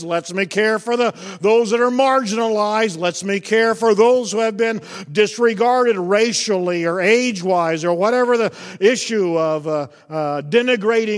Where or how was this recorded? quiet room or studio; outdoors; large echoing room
large echoing room